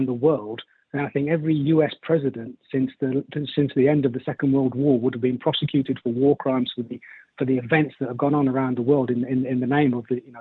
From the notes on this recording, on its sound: It's quite simply the best radio phone-in show in the world. Takes calls from the listening audience.